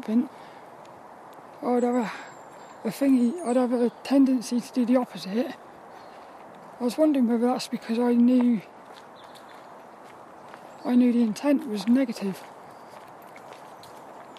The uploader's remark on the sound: This 'About The Tings' brain dump episode was a Walk and Talk around Saltrum Woods in Plymouth